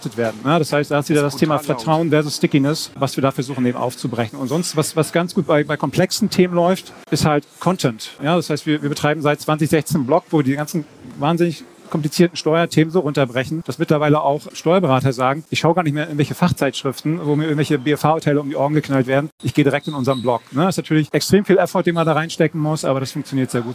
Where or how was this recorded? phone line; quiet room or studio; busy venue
busy venue